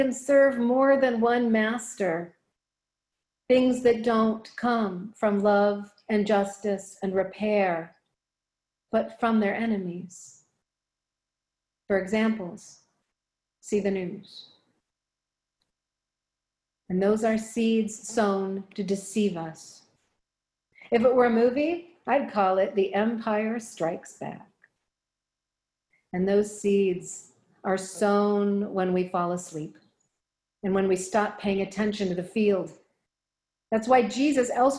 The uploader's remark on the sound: Recorded live in Zoom.us